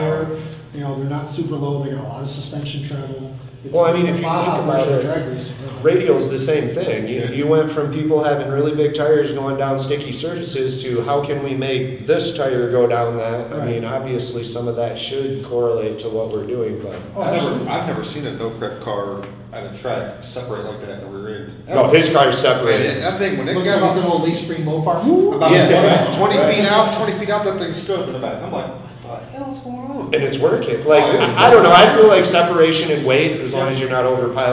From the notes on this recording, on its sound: Live at PRI trade 2021 show in indy